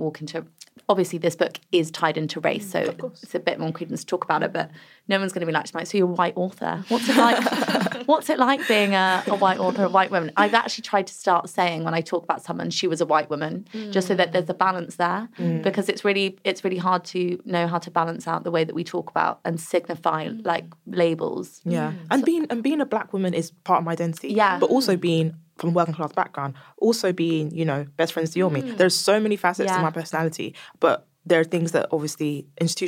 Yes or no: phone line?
no